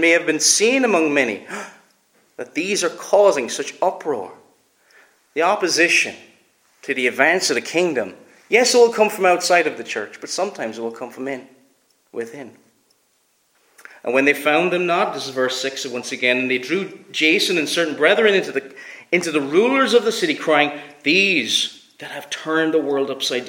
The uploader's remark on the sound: Preached at Bailiesmills Reformed Presbyterian Church